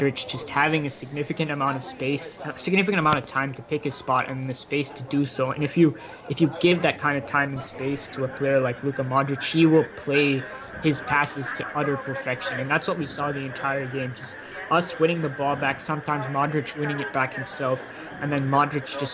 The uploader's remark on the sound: Recording from a pub at JFK airport (of course).